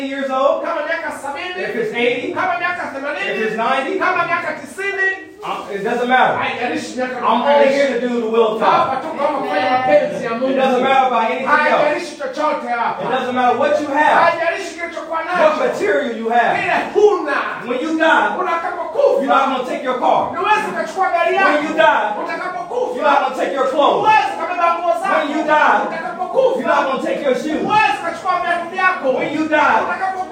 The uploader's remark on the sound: This is a recorded message. Preached at Tanzania Assemblies of God in Zanzibar.